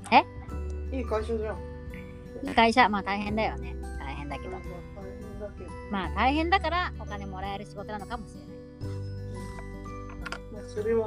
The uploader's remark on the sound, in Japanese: 撮影環境が不安定だったため、若干雑音が多く申し訳ございません！